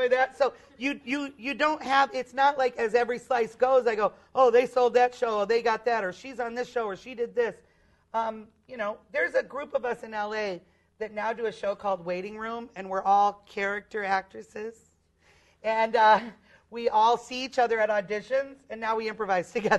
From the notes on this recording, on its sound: In this live episode recorded at The Chicago Improv Festival.